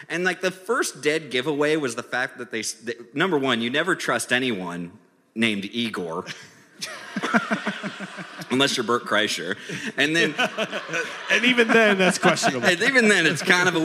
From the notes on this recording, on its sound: We are in front of LIVE studio audience in Cedar Rapids, IA.